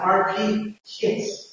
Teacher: centralized, fairly front, fairly closed, unrounded vowel as an RP kit